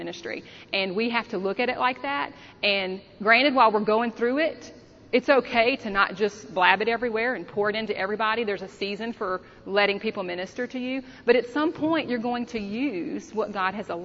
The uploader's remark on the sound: The following audio comes from the 2016 National Disciple Making Forum with Discipleship.org.